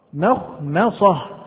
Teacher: احذر من تفخيم الميم في كلمة مخمصة ومن مرض · Term: الترقيق